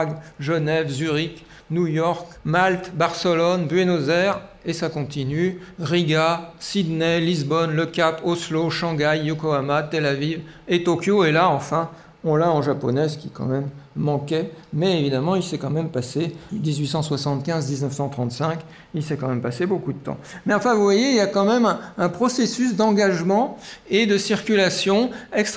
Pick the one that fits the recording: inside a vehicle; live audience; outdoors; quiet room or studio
live audience